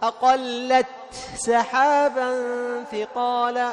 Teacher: تظهر التاء بهمسها